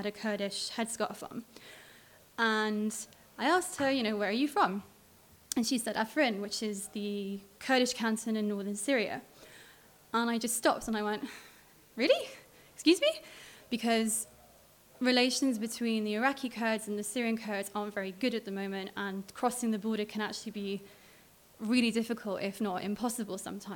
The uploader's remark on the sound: Recorded live at Riwaq Beirut.